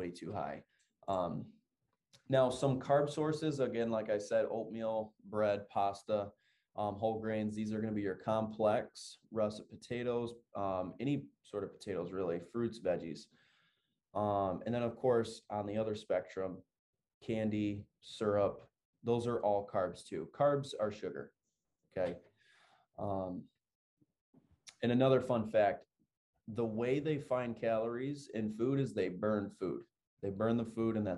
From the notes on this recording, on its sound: Take a listen on an educational zoom call that I had with all of my fitness clients.